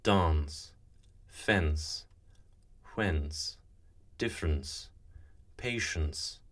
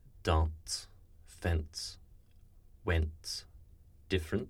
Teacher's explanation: we get a slight T-like sound · Shown in: second take · Term: plosive epenthesis